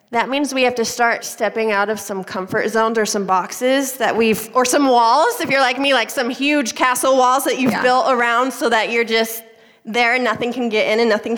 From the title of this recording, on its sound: LIVE PODCAST TOUR PHOENIX